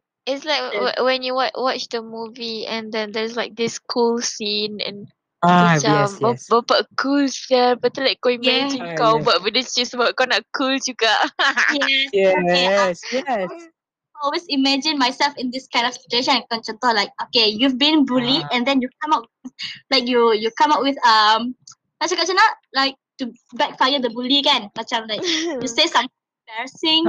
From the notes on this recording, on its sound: THERE WILL BE A SOUND DISTURBANCE DUE TO THE HOST'S MIC.